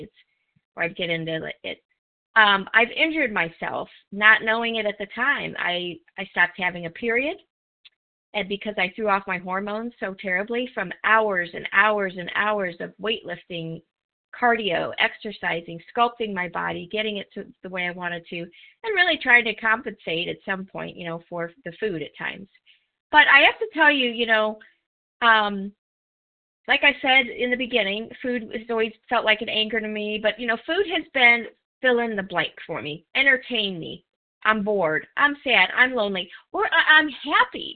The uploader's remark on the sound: from the 100 Pounders Phone Meeting, 10/14/23.